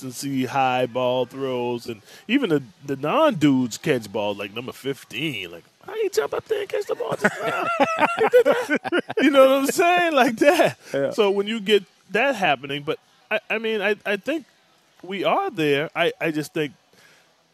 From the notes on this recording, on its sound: live at Twin Peaks